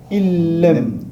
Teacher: Donc le noun on le prononce pas. Mais le lem on lui fait la shadda. On dit Il l'aime. · Term: règle de idram